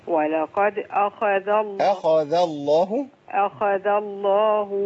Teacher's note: خاء عندي هنا مفخمه تفخيم عالي محركه بفتح